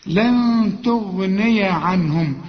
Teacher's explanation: لن تغني النون اللي بنخفيها لانها بعدها تاء